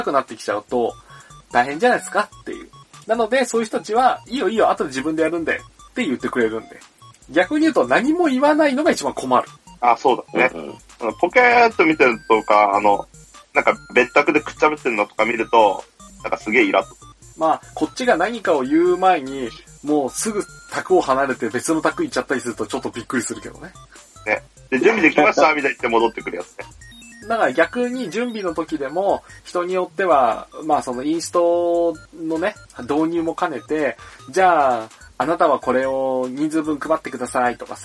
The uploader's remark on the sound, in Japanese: 今回もスカイプ収録となっております。一部音質が悪かったりもしますがご容赦ください。